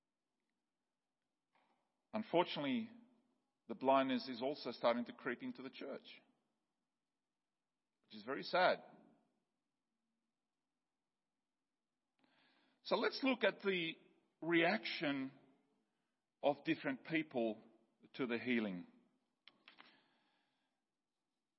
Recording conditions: large echoing room